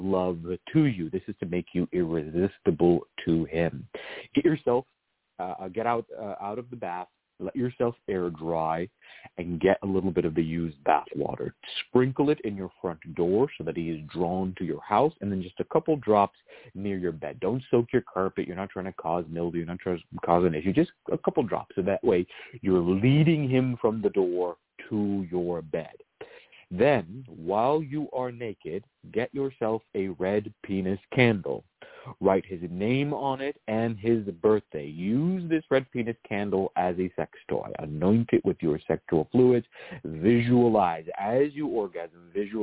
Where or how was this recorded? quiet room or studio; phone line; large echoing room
phone line